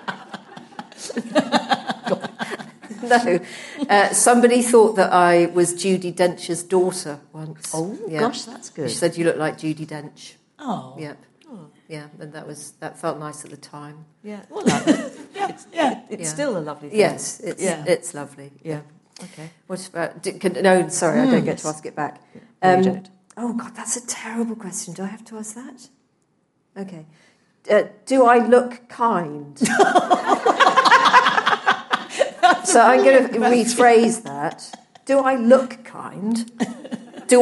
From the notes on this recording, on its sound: LIVE at Afternoon Tea. Host afternoon tea at Times Towers.